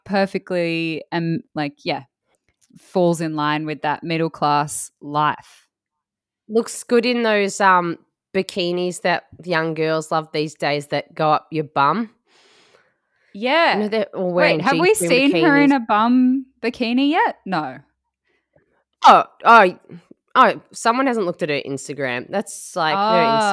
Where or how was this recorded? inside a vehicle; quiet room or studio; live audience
quiet room or studio